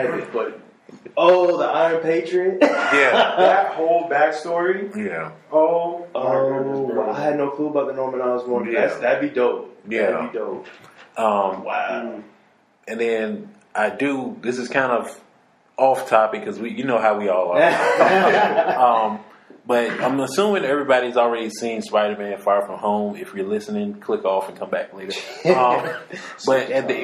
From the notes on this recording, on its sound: Excuse the echo in the audio